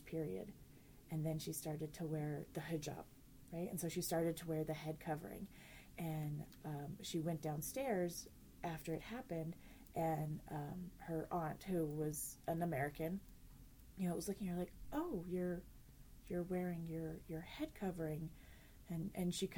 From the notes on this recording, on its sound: All three of us were sick during recording, so please excuse coughing, sniffling's, and sneezing's.